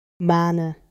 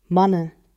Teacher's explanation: Long and open, then short and shut.